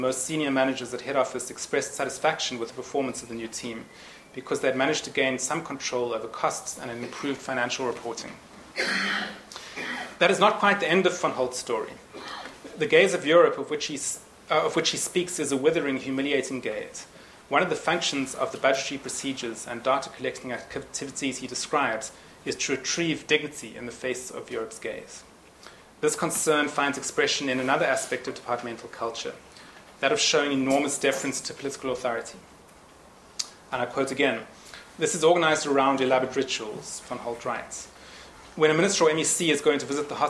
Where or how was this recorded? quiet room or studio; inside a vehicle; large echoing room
large echoing room